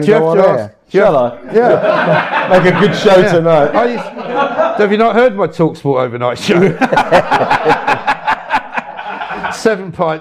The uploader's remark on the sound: live from the Horseshoe Inn